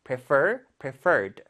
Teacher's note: 근데 여기는 prefer 뒤에 강세가 있습니다. 그러면 여기 뒤에 강세가 있기 때문에 이럴 때는 r을 한번 더 써주고 ed를 붙인다.